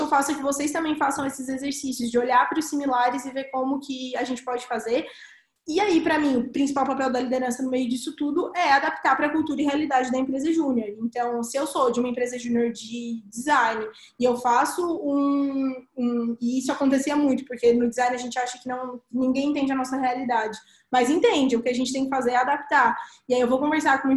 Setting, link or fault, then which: link, video call